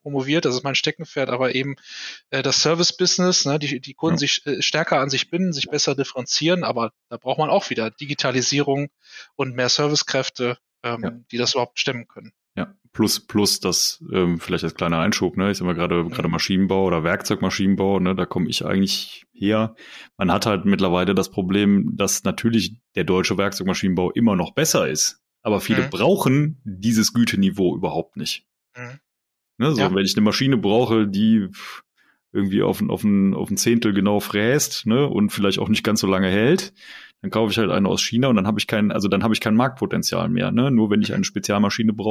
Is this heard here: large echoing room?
no